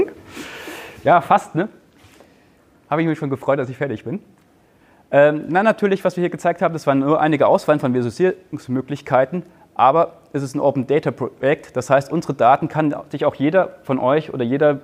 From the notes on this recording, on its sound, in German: Ein Vortrag im Rahmen der Night of Open Knowledge (Nook) in Lübeck